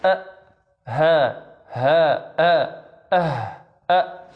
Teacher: آخر الحلق يعني من الأسفل تجد الهمزة والهاء